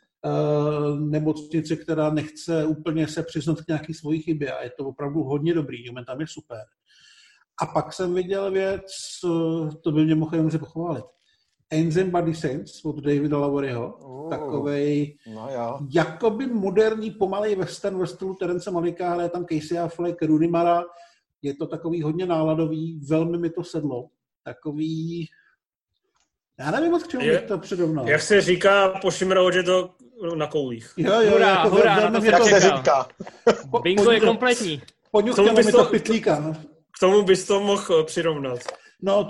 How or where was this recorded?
video call